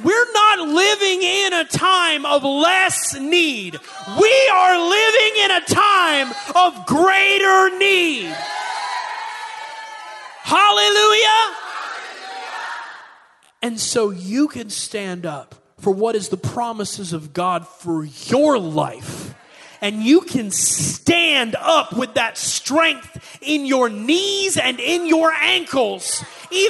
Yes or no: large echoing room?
yes